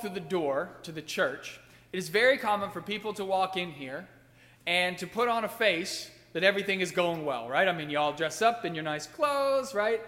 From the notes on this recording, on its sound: during the 11:00 AM service on Sunday November 13, 2016, at First Presbyterian Church of Arlington Heights, Illinois.